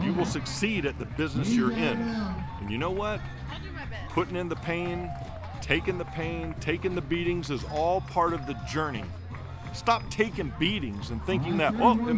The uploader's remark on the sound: LIVE at The Helix Rodeo (On Location)